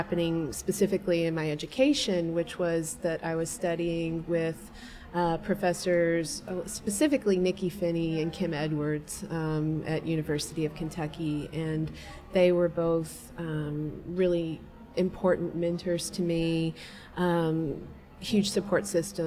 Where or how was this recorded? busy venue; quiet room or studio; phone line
busy venue